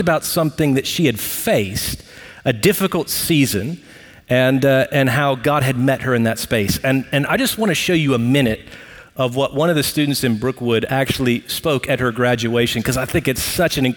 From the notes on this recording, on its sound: Recorded live at Brookwood Church on 08.20.2023.